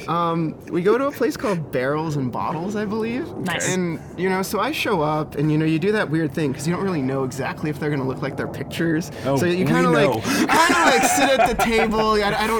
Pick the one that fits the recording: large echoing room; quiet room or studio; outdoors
outdoors